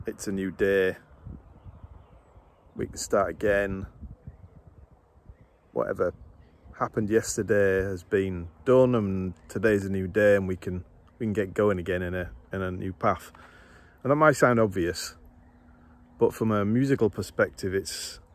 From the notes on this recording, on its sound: Recorded on 22nd July, outside in nature.